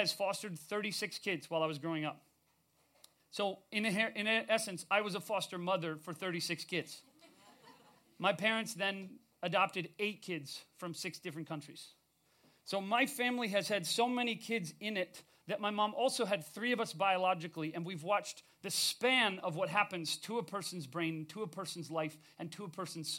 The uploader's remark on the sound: We recorded this episode live at the Mint in LA.